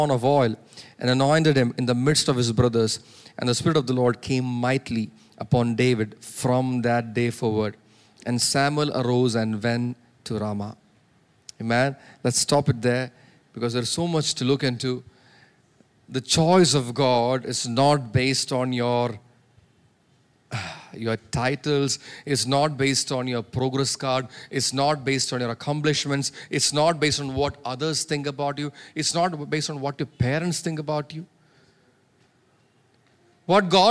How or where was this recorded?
large echoing room